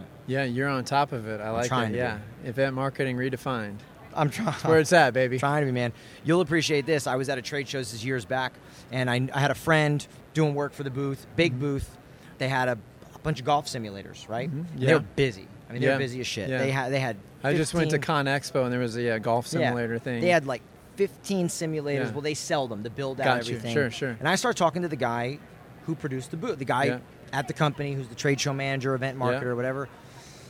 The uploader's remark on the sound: Live On The Show Floor From ExhibitorLIVE